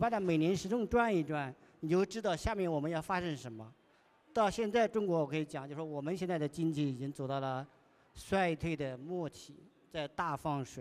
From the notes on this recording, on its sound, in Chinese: 在2023雪球嘉年华的“第二现场·厚雪场”。活动展台被观众层层裹住，没抢到凳子站着听完全程的观众占了半数。我们注意到现场有好几位观众时不时用纸笔记下要点。